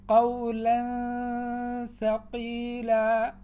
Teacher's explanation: الإخفاء الذي ذكره وهو رابع الأحكام من أحكام النون الساكنة والتنوين، يسمى إخفاء حقيقيا لتحقيق الإخفاء فيه أكثر من غيره. ذات النون الساكنة أو التنوين تكاد تكون معدومة ولم يبق منها إلا الغنة، وسبب الإخفاء أن النون الساكنة والتنوين لم يقرب مخرجهما من مخرج حروف الإخفاء كقربه من مخرج حروف الإدغام فيدغم، ولم يبعد مخرجهما عن مخرج هذه الأحرف كبعده عن مخرج حروف الإظهار فيظهر، ولذا كان لهما حكما متوسطا.